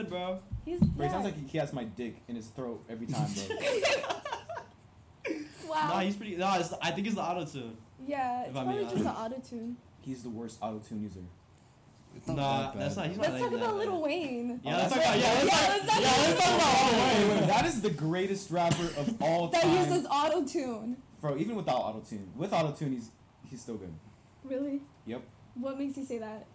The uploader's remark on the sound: PLEASE EXCUSE THE CRAPPY AUDIO!! We were having trouble with the mics.